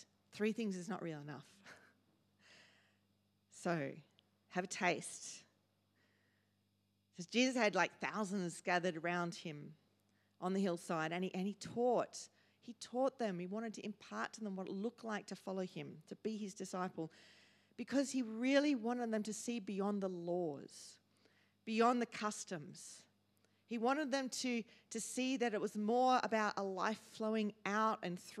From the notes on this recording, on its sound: First preached in C3 Bathurst on 22 October 2023.